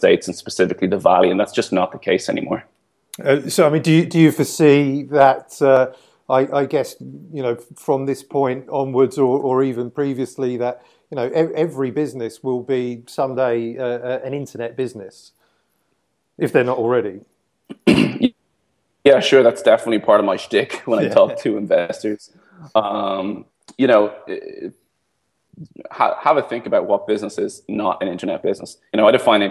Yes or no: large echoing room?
no